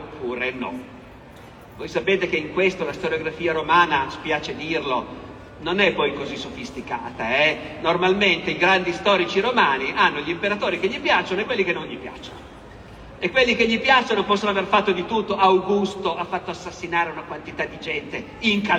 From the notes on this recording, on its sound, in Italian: (Roma, 2023). Roma Storia Festival. Audio registrato in loco.